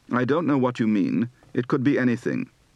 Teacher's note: Note that D and T are retroflex consonants in this accent.